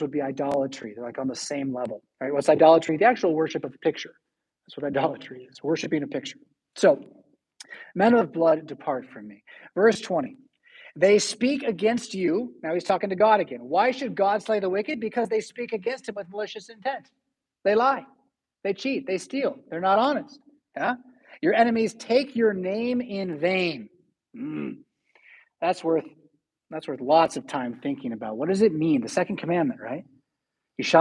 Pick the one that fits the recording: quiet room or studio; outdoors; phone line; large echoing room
large echoing room